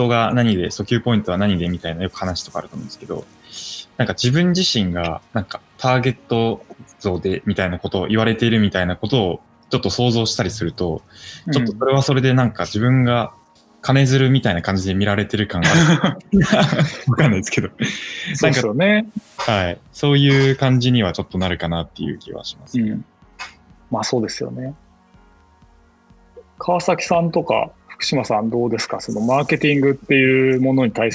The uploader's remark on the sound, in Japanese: 収録はzoomを活用して遠隔で行いました。音声が聞きづらい部分がある点、ご了承ください。